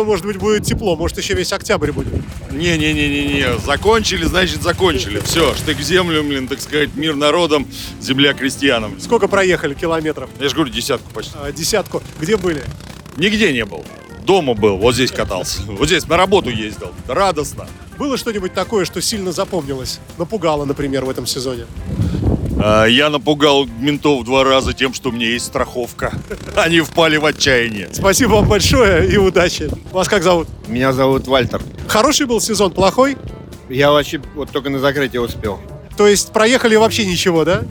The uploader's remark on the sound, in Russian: Интервью с Крестовского острова. Записано 30 сентября на Крестовском острове на месте сбора мотоциклистов для торжественного проезда по городу.